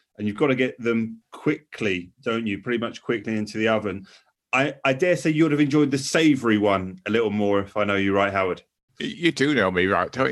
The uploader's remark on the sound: As we recorded this podcast remotely via Zoom.